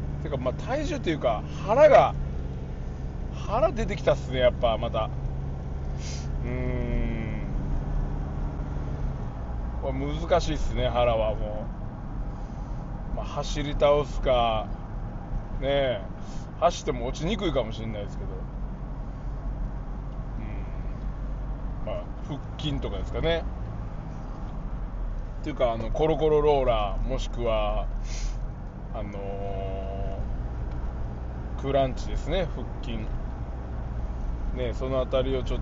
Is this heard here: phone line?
no